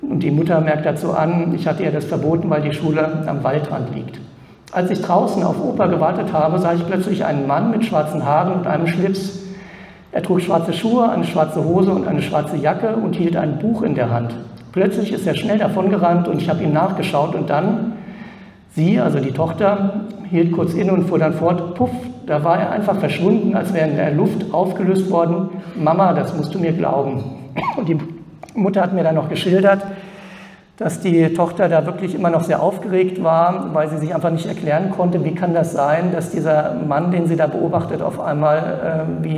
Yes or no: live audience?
yes